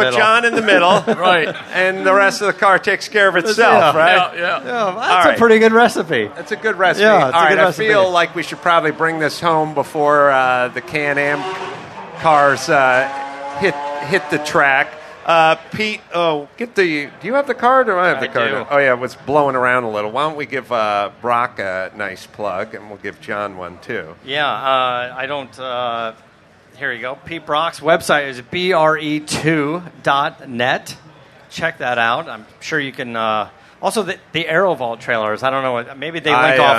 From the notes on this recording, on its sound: live from the Nissan exhibit at the 2018 Rolex Monterey Motorsports Reunion